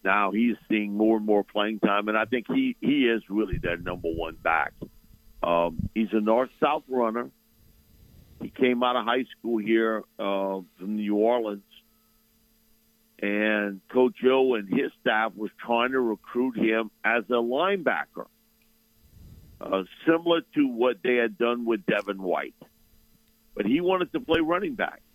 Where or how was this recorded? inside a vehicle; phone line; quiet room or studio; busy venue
phone line